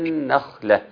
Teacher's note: فأجاءها المخاض إلى جذع النخلة. خد بالك النون علت عندك شوية وانت بتقرأ، نزلها وخليها مرققة